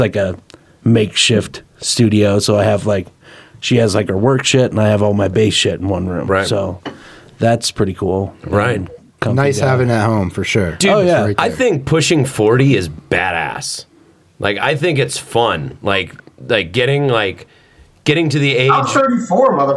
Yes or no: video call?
no